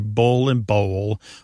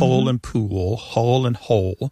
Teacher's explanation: the physical act of pronouncing that dark L kind of requires the back of the tongue to raise.